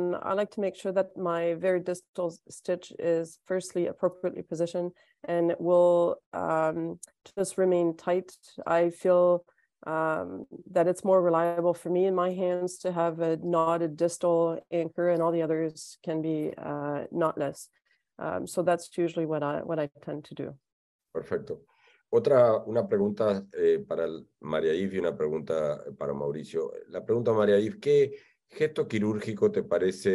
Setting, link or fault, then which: link, video call